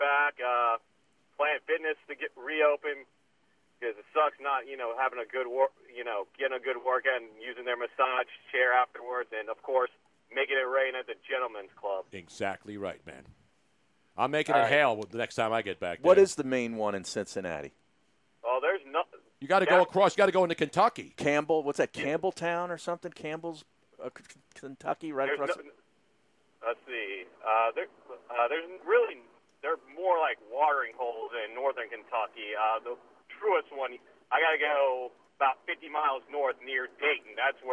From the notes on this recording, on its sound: From the Wine Cellar. Makes an unscheduled call in.